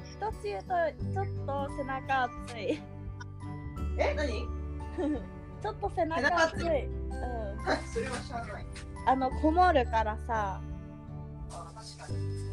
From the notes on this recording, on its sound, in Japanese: 撮影環境が不安定だったため、若干雑音が多く申し訳ございません！